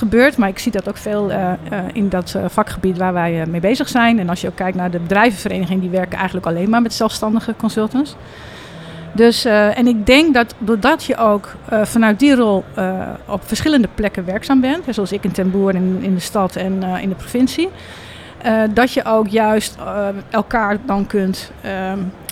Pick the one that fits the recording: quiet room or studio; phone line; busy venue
busy venue